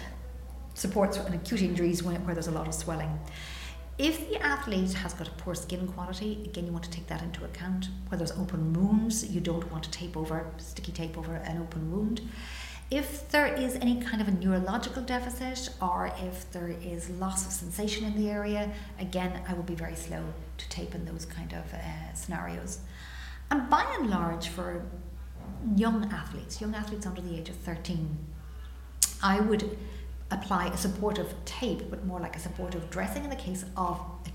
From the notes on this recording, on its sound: LIVE from the IOC World Conference in Monaco.